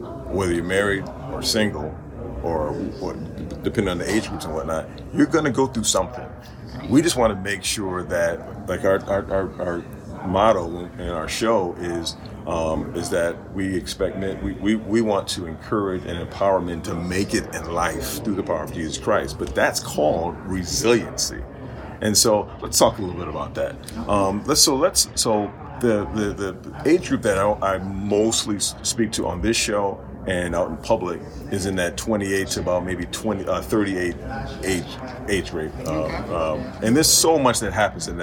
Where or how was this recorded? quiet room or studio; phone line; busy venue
busy venue